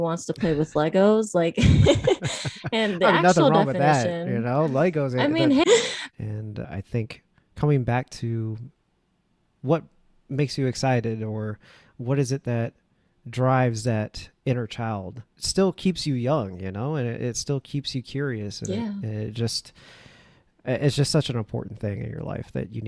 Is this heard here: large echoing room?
no